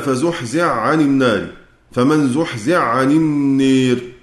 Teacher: وحرف الحاء يدغم من كلمة فزحزح، يدغم في العين من قوله تعالى عن النار فقط لا غير · Term: مدغم